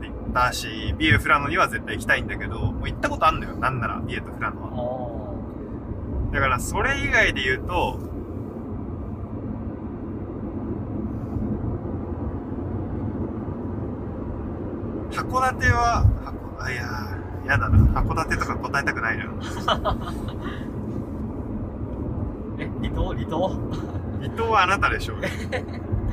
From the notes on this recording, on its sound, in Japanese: 北海道は厚真町に移住した僕たちが。ドライブトーク。車の音が入っていますが今後音質は改善していけるよう努力します。